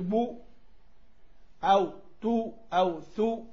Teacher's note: إذا قلت بو أو تو أو ثو ضممت الشفتين